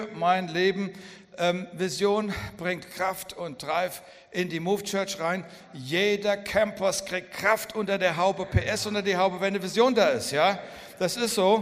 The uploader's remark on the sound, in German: Hör dir hier die Predigt vom Vision Sunday 2021. Aus unserem Gottesdienst am 14.